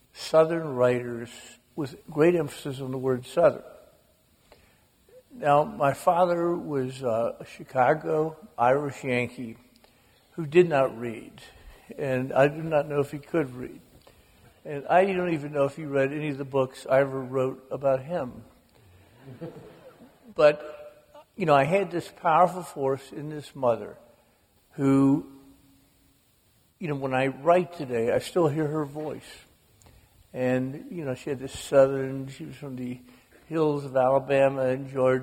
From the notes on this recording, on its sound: The conversation was recorded before an audience of over 2000, at Columbia’s Township Auditorium, on the evening of February 27, 2014.